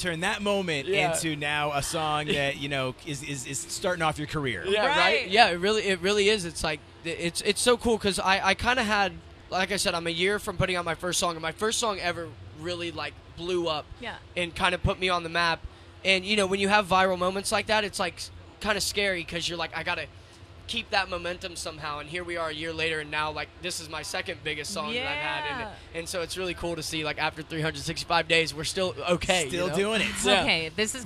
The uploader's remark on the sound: The Mix is live backstage at Lollapalooza 2023! Lollapalooza Day 2.